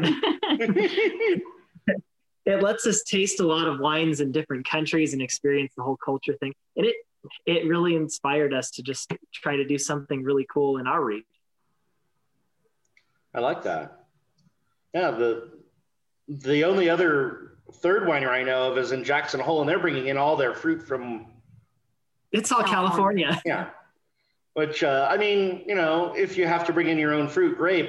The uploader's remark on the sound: Started plotting to do a podcast over Zoom. This is my first official Zoom Podcast, and there will be more to come in the future.